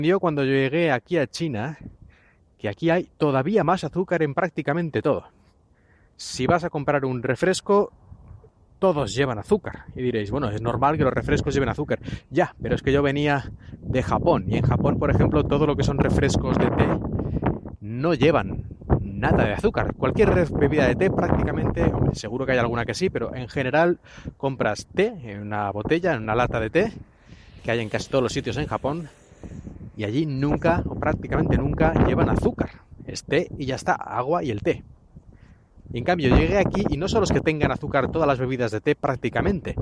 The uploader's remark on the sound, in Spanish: Perdón por el ruido del viento. Todavía no estoy acostumbrado a grabar por la calle, y no tengo bastante cuidado con esas cosas.